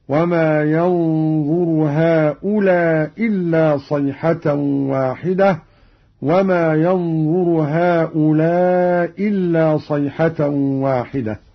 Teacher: قرأ قالون بإسقاط الهمزة الأولى مع القصر والمد هكذا: وما ينظر هؤلاء إلا صيحة واحدة، وما ينظر هؤلاء إلا صيحة واحدة.